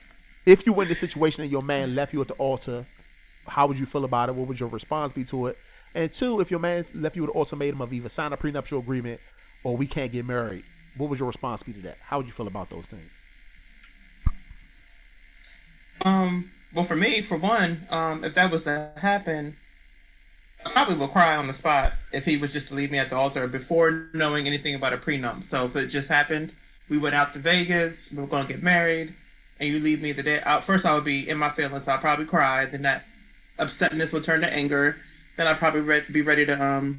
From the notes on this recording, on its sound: Forgive the slight buzz, some small audio issues